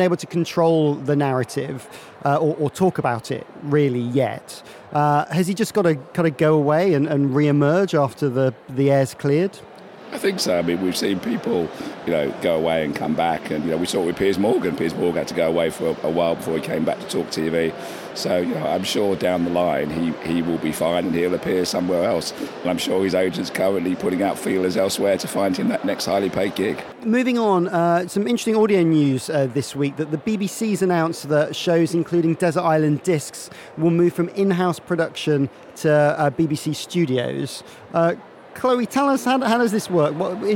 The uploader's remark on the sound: Recorded this week at The Podcast Show in Islington’s Business Design Centre